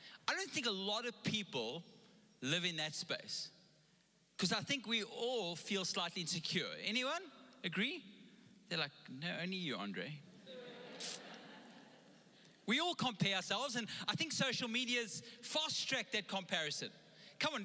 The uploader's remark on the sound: Recorded live on Sunday the 24th October 2021